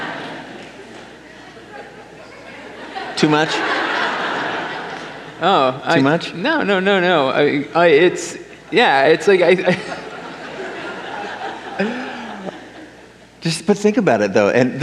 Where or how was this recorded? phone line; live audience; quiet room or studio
live audience